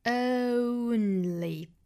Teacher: 前面的这个 a 也就是这个 schwa sound 是要拉长拖长声音，后面的那个 o 是短音，所以说呢前面的长后面的短啊，双元音都是这样的 o 再去加前鼻音 on 再去加力 only 那美音呢要发成 only 啊，因为这个元音是一个 o 的发音。再去加鼻音就好了 only in the 后面连读 in the · Term: 英音